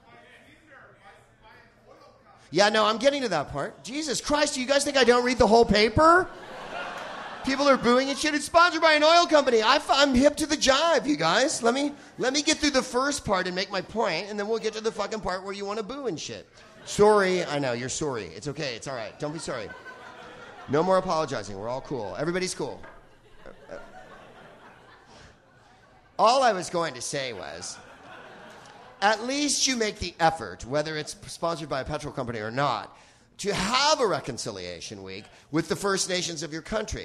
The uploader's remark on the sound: Live from Vancouver's "FanClub